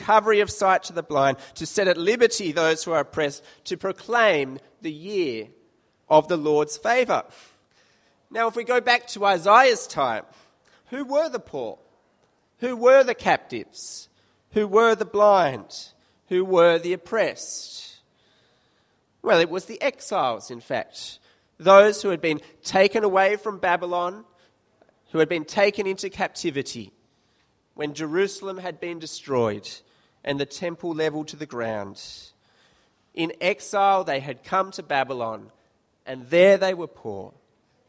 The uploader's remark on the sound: This sermon was preached at St Mary's Cathedral, KL on 26th July 2015.